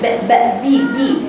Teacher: باء شديدة بجيبها بإطباق شفتايا كده